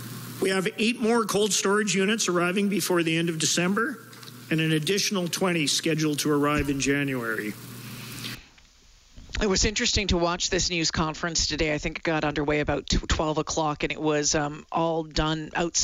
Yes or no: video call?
no